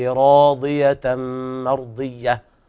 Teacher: مد طبيعي وإدغام بغنة لوقوع الميم بعد التنوين